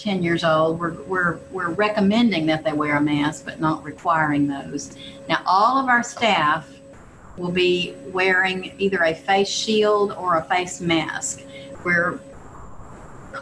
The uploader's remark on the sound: This interview was recorded via Zoom. A thunderstorm began shortly after we started this podcast, which resulted in a garbled connection in a couple of instances.